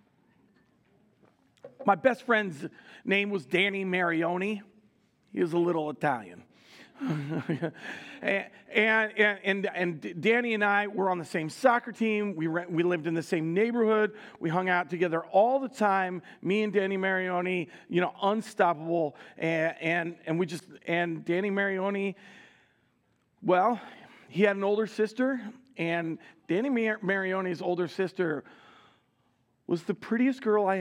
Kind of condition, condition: setting, large echoing room